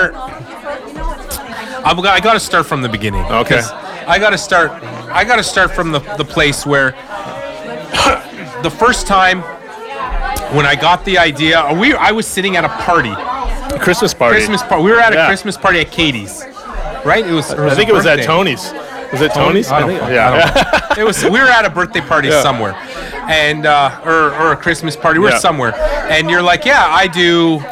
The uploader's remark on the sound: podcasting live from The Night Of Light Open House hosted at the businesses of 430 York St.